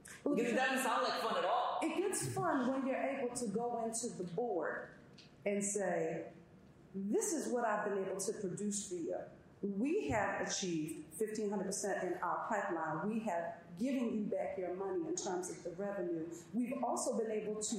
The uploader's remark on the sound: Audience Q&A